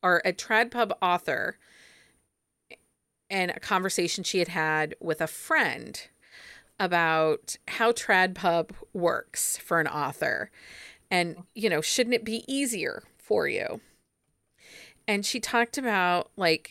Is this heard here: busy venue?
no